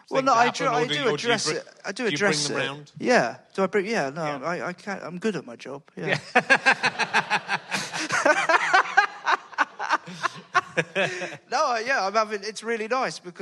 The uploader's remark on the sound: Is at the Leicester Comedy Festival. Thanks to the Leicester Comedy Festival for having us.